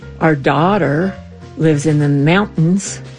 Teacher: Coloradoans don't pronounce T's in the middle of words. It's kind of like you could say, our daughter lives in the mountains, but not in Montrose or Minnern.